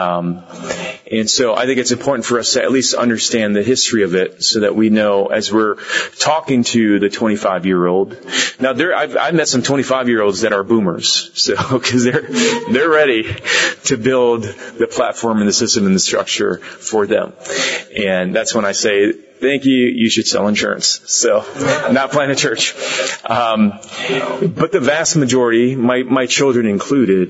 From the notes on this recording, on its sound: This podcast is one of several workshops from Exponential’s Global 2023 Conference in Orlando.